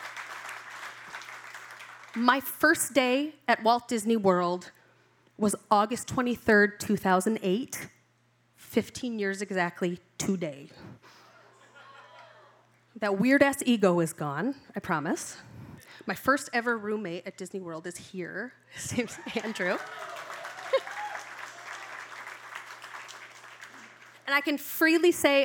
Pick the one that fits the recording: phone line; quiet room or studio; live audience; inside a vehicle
live audience